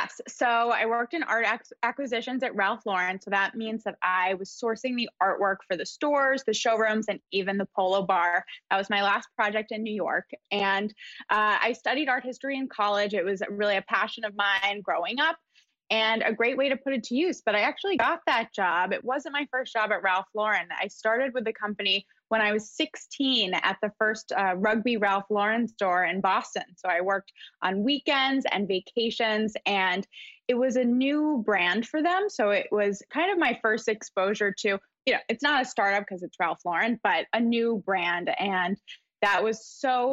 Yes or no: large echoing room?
no